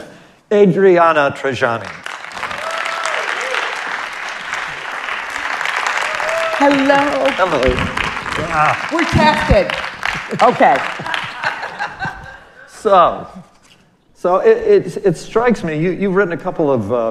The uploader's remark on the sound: In this live audience episode.